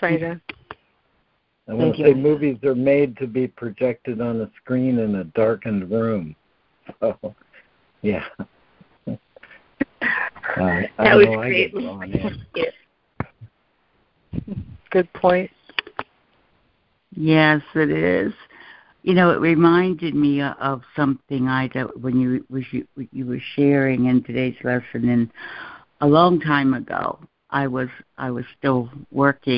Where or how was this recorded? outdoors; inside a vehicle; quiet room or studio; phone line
phone line